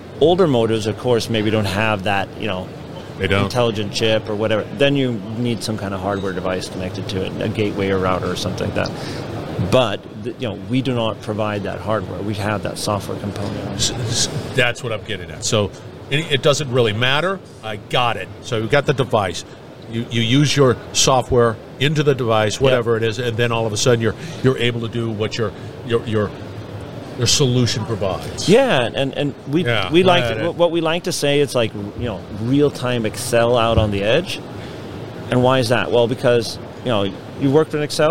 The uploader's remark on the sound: at the IoT Solutions World Congress